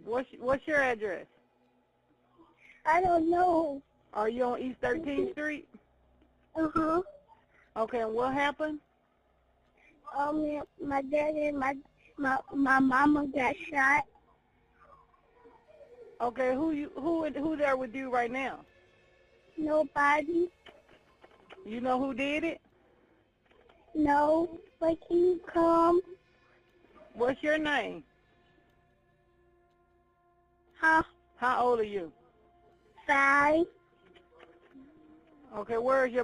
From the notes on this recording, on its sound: 911 call audio